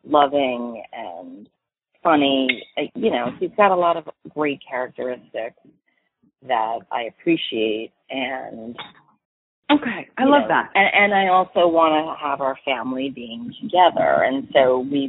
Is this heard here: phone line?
yes